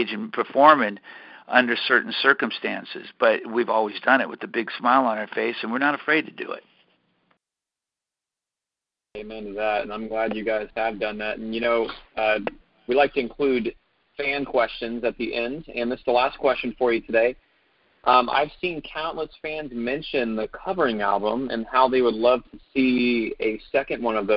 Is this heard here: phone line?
yes